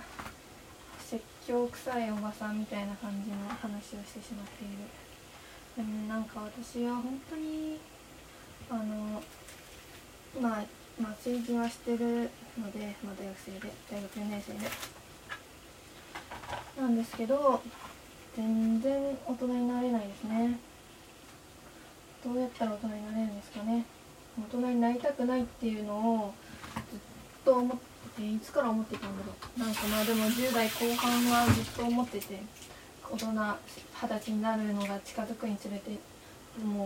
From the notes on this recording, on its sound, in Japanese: 鶏飯作りながら初回を録る。鶏飯という料理を作りながら録りましたが、初めての料理しながらのラジオ、いい感じの生活音かもですね。でも録ってる間にしてたのは丸鶏ガラスープを作るグツグツ音だけでしたが！